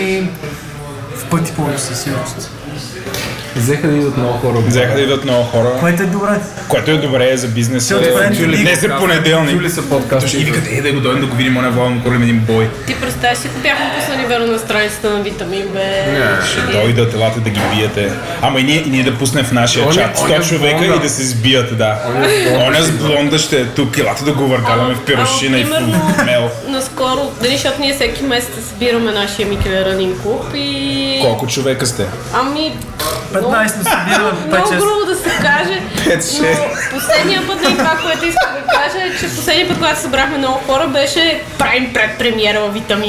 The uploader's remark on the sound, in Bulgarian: Записано на живо в бар Vitamin B